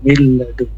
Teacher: Miladun ini namanya idgham bila gun. Masuk tapi tidak boleh panjang, tidak boleh didengungkan.